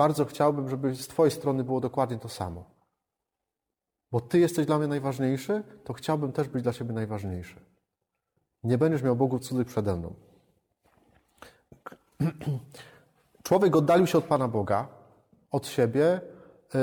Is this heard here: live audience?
yes